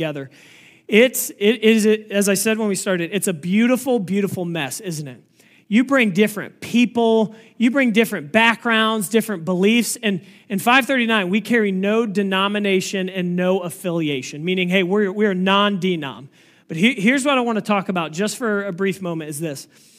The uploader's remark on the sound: This message was preached on August 20, 2023 at FIVE39 Church.